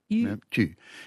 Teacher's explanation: you make a high front vowel like E and you round your lips · Term: French U sound